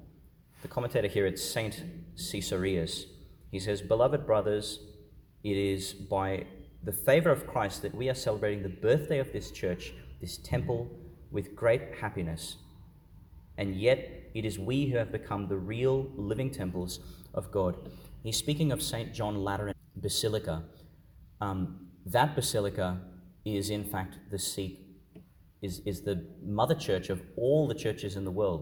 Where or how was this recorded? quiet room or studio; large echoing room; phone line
large echoing room